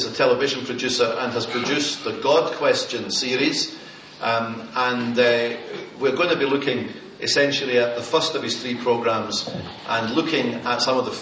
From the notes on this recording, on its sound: Lecture with Q&A. Westwoodhill Evangelical Church, East Kilbride. This event was organized by 'Scientists in Congregations Scotland'.